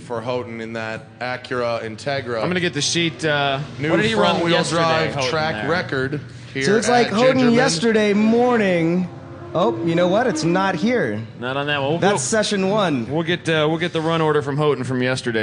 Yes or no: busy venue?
yes